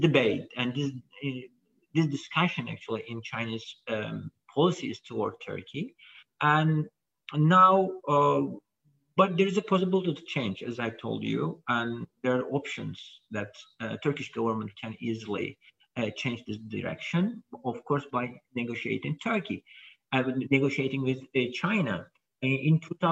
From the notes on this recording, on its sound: This public talk was conducted online via Zoom.